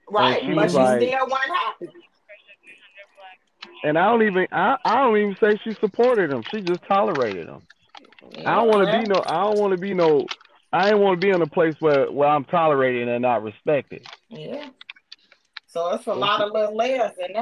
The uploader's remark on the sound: we have a normal phone conversation